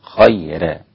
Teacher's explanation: ورش رقق الراء وانفرد بها ورش عن نافع، خير لوجود الياء المادية قبلها